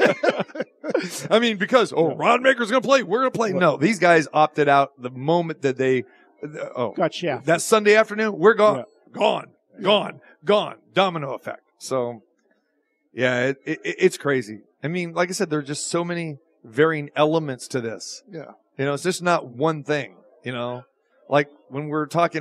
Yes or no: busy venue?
yes